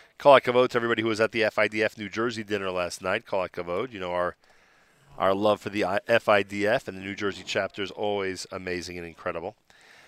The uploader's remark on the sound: Live from The Inbal in Jerusalem